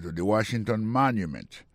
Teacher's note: Si nous mettons accent sur accent encore, on voit que le mot Washington, l'accent tombé sur le premier syllabe là. Pour le mot monument, il tombe sur le premier syllabe là.